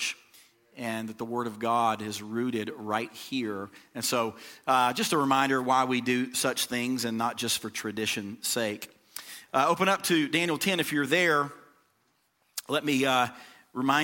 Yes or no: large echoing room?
yes